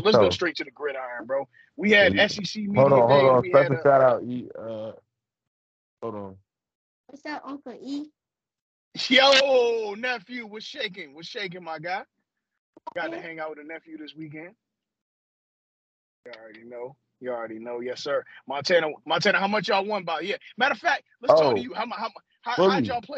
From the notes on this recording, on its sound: Excuse the technical difficulties in this episode, sever thunderstorms have our wires fried.